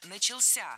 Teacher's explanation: Начался неверно, правильно, начался. Ударение в этом слове падает на последний слог, поближе к возвратной части «ся».